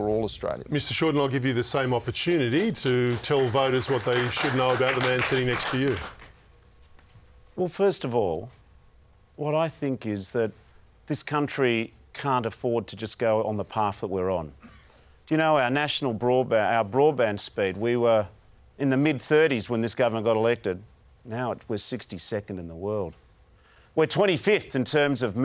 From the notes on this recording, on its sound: in a live town hall event at Seven West Media's studios in Perth